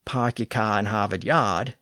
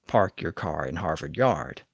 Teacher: The classic New England accent that we associate with Boston is famously non-rhotic to this day. · Shown in: first take